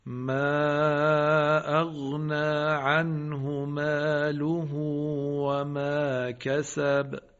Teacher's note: در کلمه انهو اشباع نمیشه، اما در کلمه مالهو ضمه های ضمیر اشباع میشه.